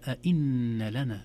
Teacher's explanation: إذن النون ليست ممدودة، أئن لنا لأجرا